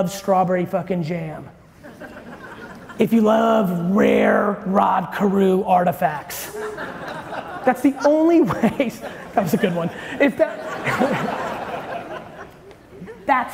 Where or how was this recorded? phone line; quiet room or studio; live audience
live audience